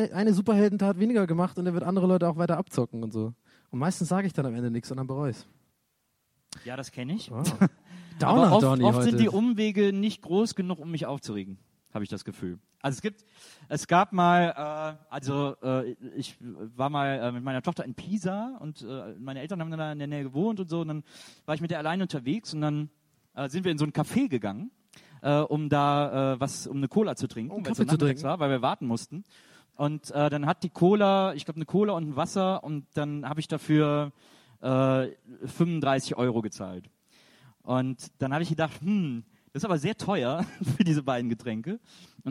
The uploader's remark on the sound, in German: Live #4 re:publica. Unsere Live-Session von der re:publica.